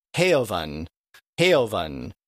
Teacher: instead of using a simple, basic, short vowel, it broke the vowel up into basically two different vowels put together. So the vowels were stretched out. · Term: diphthongs